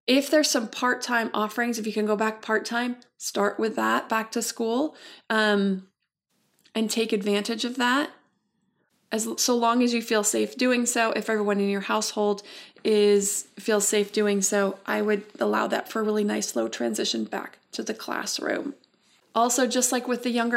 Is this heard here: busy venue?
no